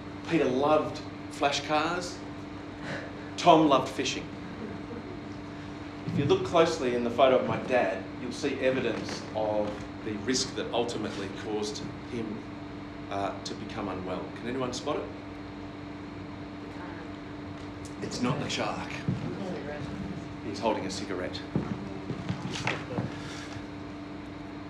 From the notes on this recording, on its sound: Killaloe-Ballina Historical society second talk for 2023. As recorded at the Lakeside hotel Ballina on the 19th April 2023. With apologies for the background fan noise on this talk.